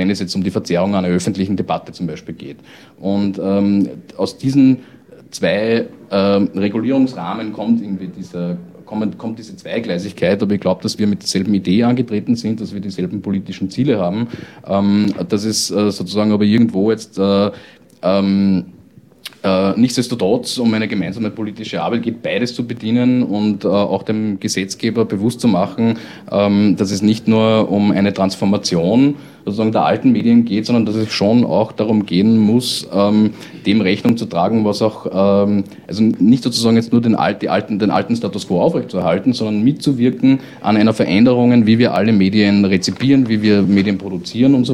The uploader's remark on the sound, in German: Teil der Diskussionsrunde zu der Situation von freien Radios in Österreich, die bei der 25-Jahre Radio FRO Feier aufgenommen wurde.